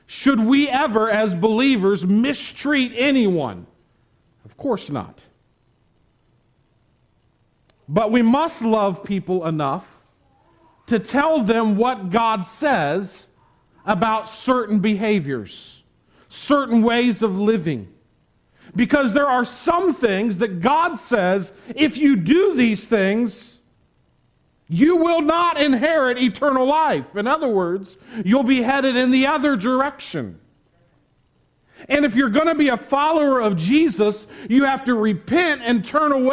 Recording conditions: large echoing room